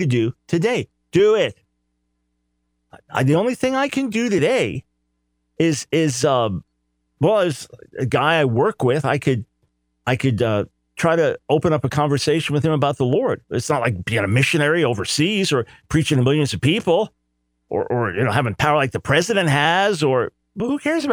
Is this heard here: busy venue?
no